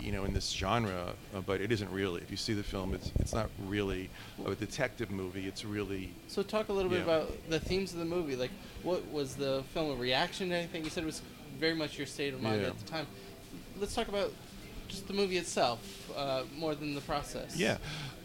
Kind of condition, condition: setting, busy venue